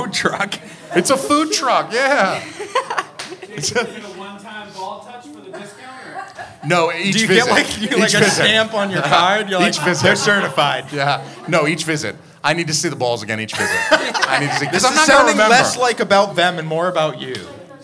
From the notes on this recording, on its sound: We go live at Curlies Comedy Club, New Hampshires only comedy club